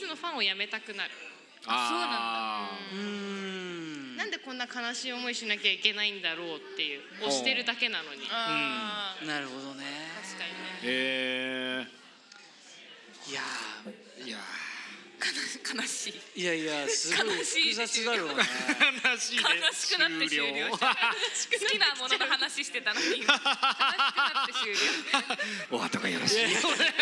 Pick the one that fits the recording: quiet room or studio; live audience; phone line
live audience